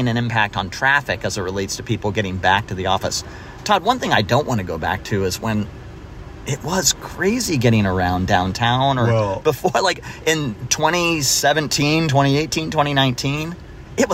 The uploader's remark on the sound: Make the most of their time in a clogged parking garage. We take an impromptu driving tour of Amazon HQ.